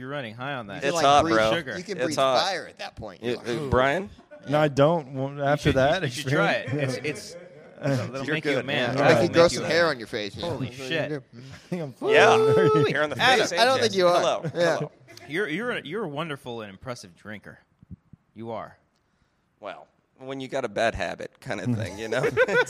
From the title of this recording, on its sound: We Got Drunk at Comic-Con 2018 & Started Recording